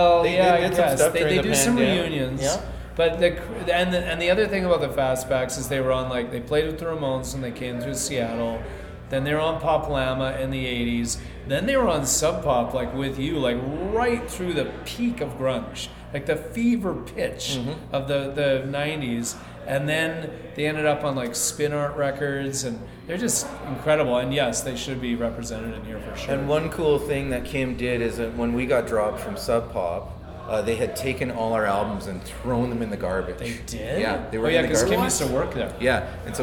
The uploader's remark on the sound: LIVE FROM THE PUNK ROCK MUSEUM. A series of guided live tours from the duo at The Punk Rock Museum in Las Vegas, Nevada.